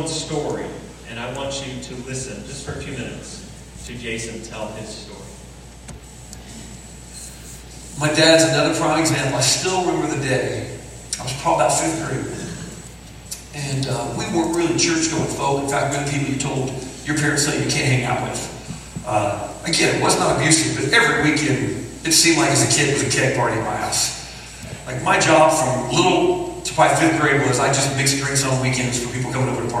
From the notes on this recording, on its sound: We apologize for the lacking audio quality in this week's sermon.